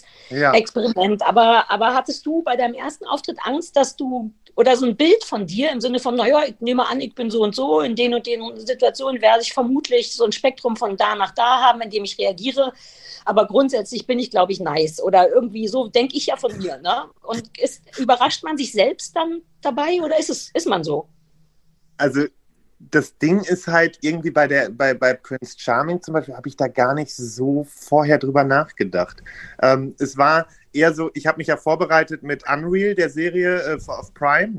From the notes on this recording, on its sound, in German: Wir reden live auf Clubhouse